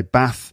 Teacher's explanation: So in northern parts, people will probably say Bath with an A sound, like in the word trap. So that's the Bath trap split.